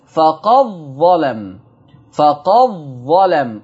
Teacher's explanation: دخلت الدال في الظاء فبقت الظاء مشددة